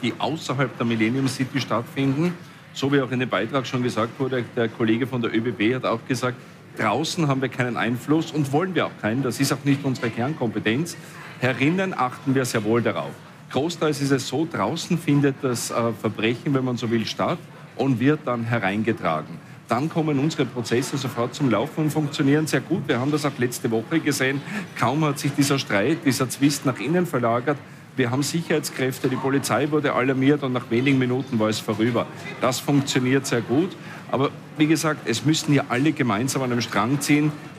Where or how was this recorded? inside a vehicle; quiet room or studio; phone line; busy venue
busy venue